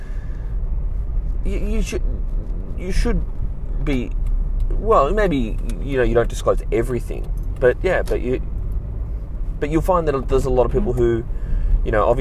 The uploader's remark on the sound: I'm back in the car